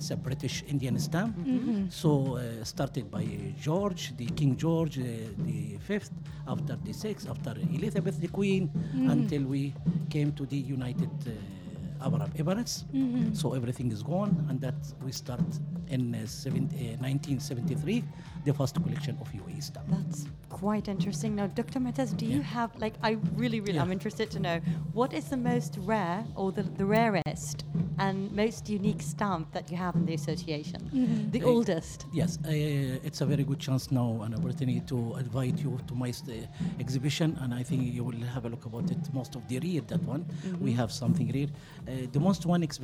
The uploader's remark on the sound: Live from SHD 2023